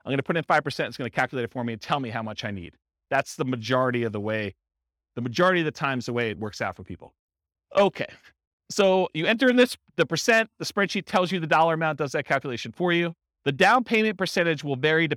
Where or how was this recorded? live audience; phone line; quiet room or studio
live audience